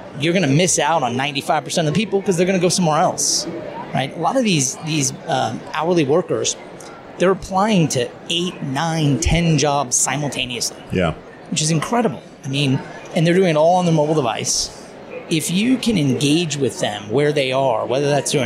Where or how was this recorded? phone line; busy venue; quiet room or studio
busy venue